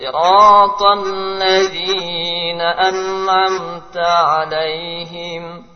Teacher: biasa terjadi kesalahan dengan memanjangkan dal lebih dari 2 harakat